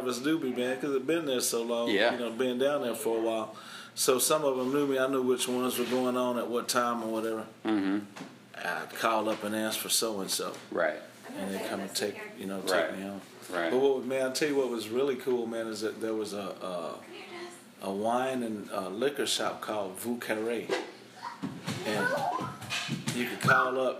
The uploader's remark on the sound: This episode was recorded on my iPhone after my formal interview.